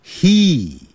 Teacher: He 是发长的元音，e 就跟衣服的 e 很接近。